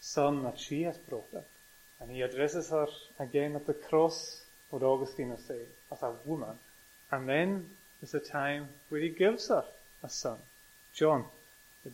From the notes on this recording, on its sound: recorded at North Harris Free Church on the evening of Sunday 10th July 2022